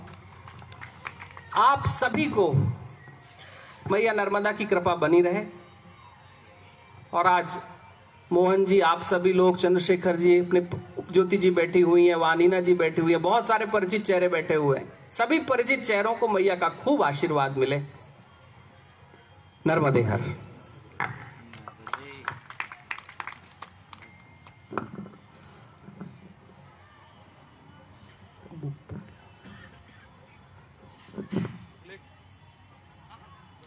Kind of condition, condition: setting, outdoors